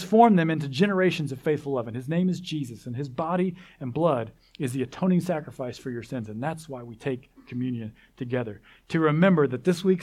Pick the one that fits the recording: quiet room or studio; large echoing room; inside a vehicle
large echoing room